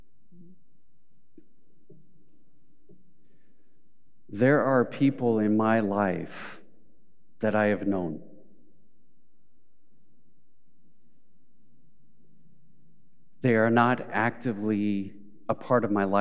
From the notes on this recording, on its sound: Recorded live at Beatitudes Church in Phoenix, AZ.